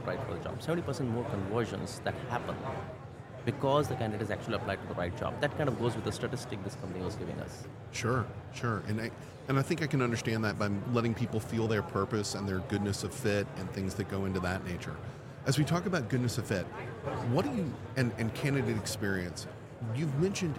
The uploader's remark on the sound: Recorded with Oleeo at HR Tech 2023. Special mini series recorded with Oleeo at HR Tech 2023.